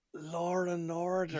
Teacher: she pronounced law and order with intrusive R's